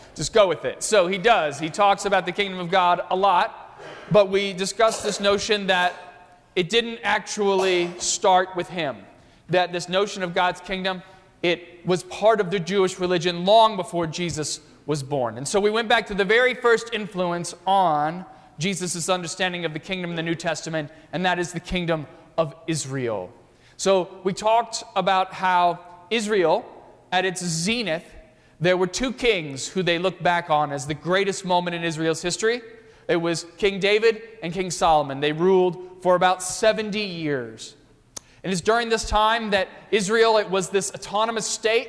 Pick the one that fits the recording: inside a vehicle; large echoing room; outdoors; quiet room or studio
large echoing room